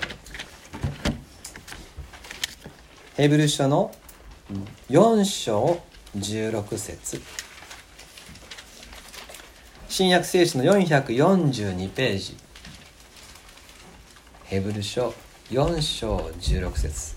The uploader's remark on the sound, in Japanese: 2020年元旦礼拝礼拝メッセージ録音です。